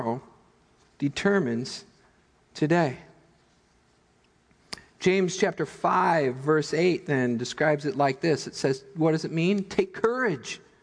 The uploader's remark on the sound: Midland Evangelical Free Church Sermon Audio